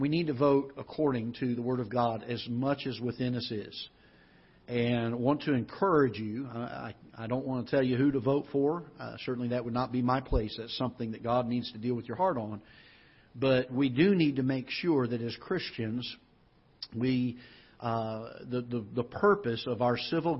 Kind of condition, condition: setting, large echoing room